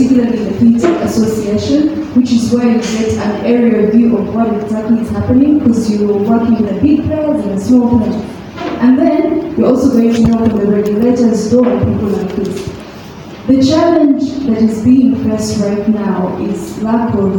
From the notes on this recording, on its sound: This is an interactive conversation from the fourth panel at #WLS2019 Kampala, Uganda.